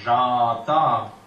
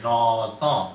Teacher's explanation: So, j'entends, which is a nasal, definitely based on the dark a. · Shown in: second take · Term: a real dark a · IPA: [ɑ]